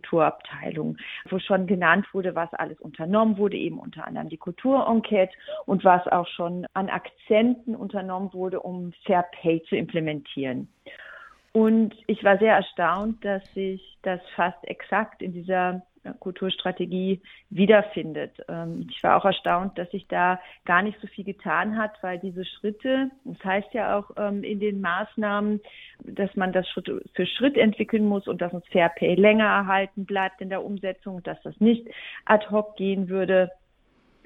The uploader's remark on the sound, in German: Beantwortete in einem Telefoninterview Fragen zur Kulturstrategie 2023.